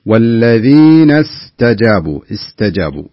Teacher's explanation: الصحيح أن يكون أن تكون السين واضحة بحيث أنها حرف صفير